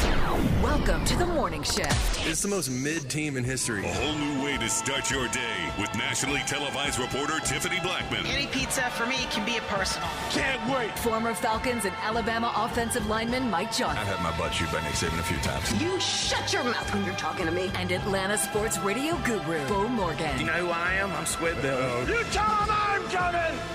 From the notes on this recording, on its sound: broadcasting live from Five Iron Golf in Midtown